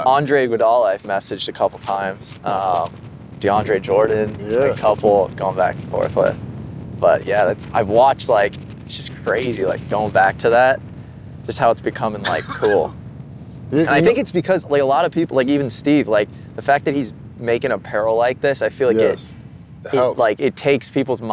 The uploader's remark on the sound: Coming to you live from The 100 Hole Hike brought to you by TaylorMade at The Hay in Pebble Beach. Produced by DBPodcasts.